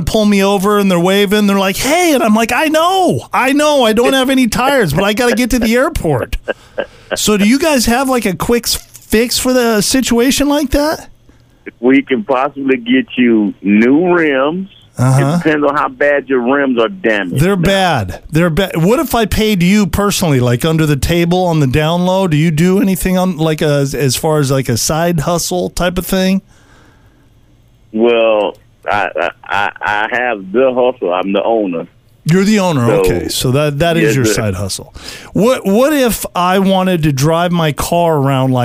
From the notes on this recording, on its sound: calls a tire shop